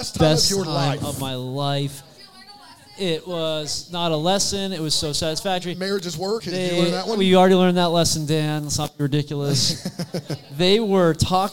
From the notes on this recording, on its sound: LIVE from Bramble Fest 2023